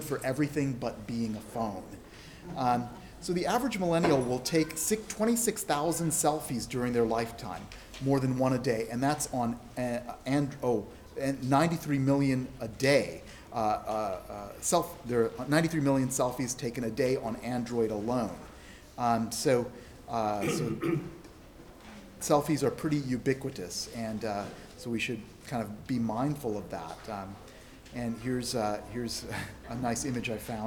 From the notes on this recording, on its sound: South SF Library. Audio only of a presentation from Keynote.